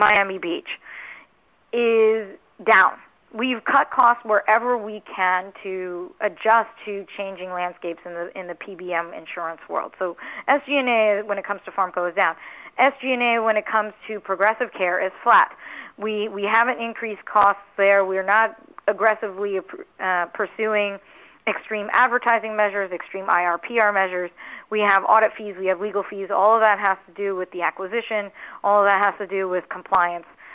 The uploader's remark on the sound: RXMD May 2019 Earnings Call. 1st Quarter 2019 Quarterly Report Conference Call.